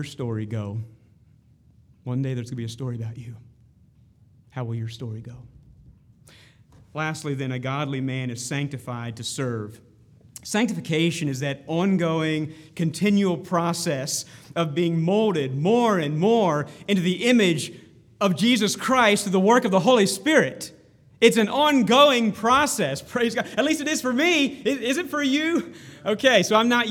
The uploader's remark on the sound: Smc Men's Conference